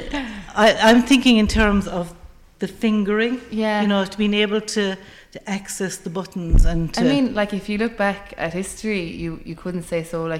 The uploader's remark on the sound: With a snippet of some of the music performed at the concert. Live from the Community Hall Feakle as part of the 36th Feakle trad Festival.